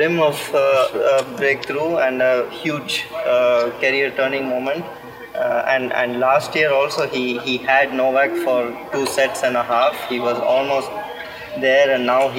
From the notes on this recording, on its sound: live from the Cranbrook Tennis Classic